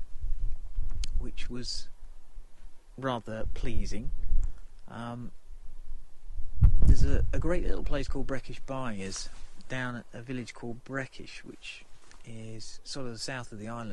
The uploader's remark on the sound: The recording were made at various points of the stay including a rather blowy podgram from the top of the Quiraing.